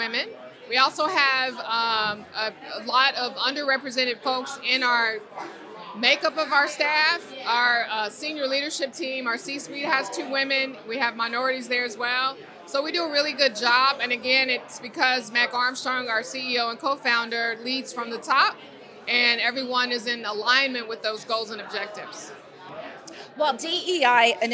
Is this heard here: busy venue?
yes